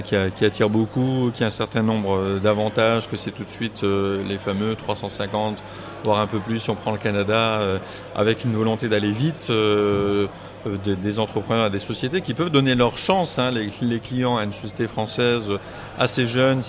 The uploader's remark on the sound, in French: En direct de l'édition 2019 des Rift's !